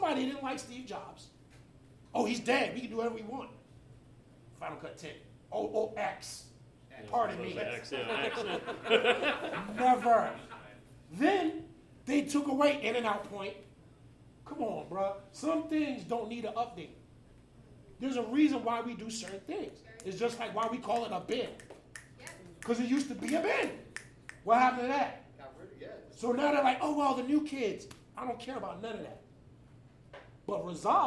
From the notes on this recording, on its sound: A special LIVE episode recorded during our launch party! Back in September, we hosted a meet-and-greet/party/podcast recording at The Dugout in the Bronx, with food from La Cueva Fonda and guests from all across the borough.